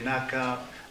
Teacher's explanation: Very quickly, your tongue hits your upper just once.